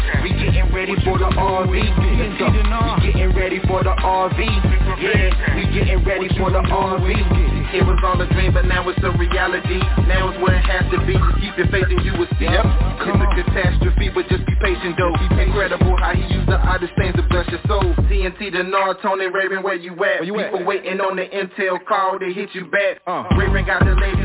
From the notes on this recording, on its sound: TNTSuperfantastic Conference Call